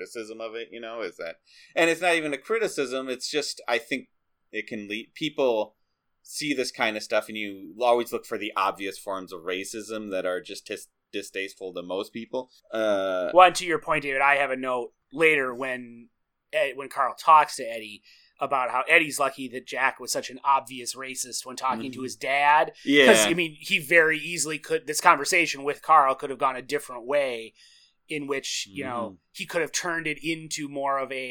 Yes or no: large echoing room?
no